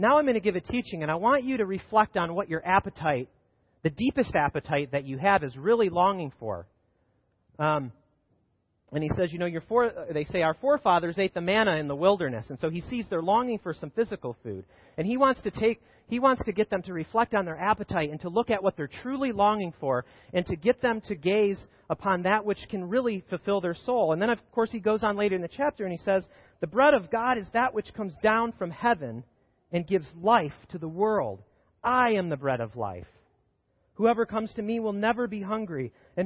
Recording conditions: large echoing room